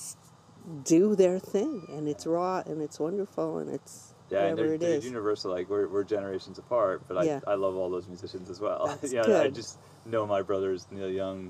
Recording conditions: sounds in the background